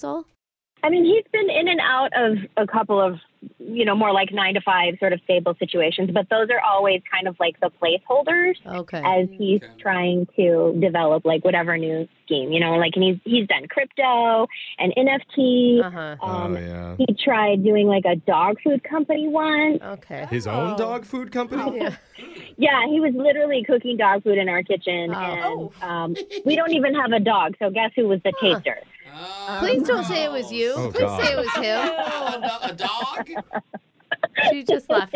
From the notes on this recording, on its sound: Awkward Tuesday Phone Call.